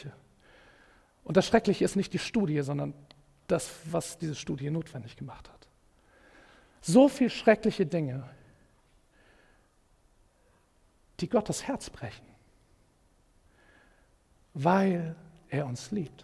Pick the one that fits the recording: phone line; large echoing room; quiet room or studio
large echoing room